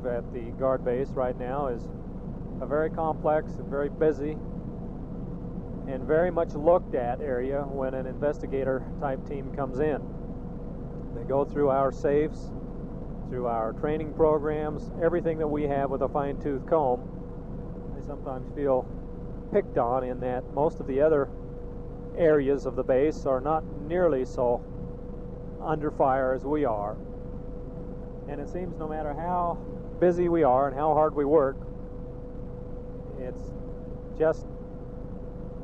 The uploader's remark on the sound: Driving Home from work